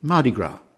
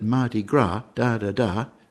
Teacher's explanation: Now, the important thing about Mardi Gras is that nowadays people are pronouncing it with a stress on the first syllable as if it was just one word · Shown in: first take